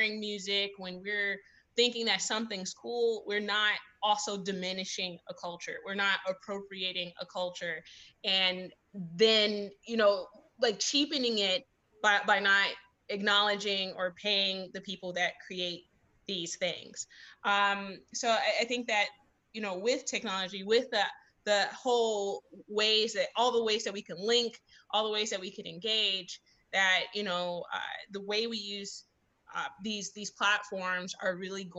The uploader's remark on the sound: Recorded at one of our online music tech meetups